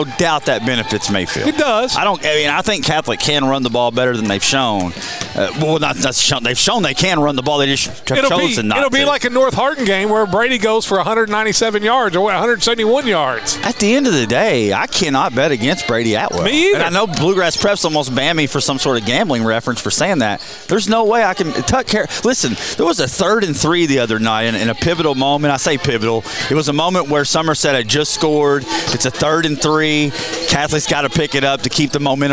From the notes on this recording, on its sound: Live at the Owensboro Sportscenter